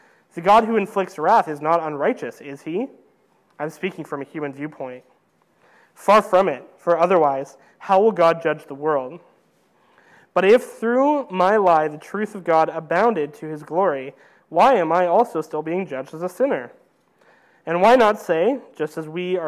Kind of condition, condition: setting, large echoing room